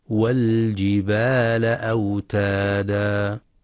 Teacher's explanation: وفي كلمة والجبال ينتبه القارئ لإظهار اللام القمرية، فلا يدغمها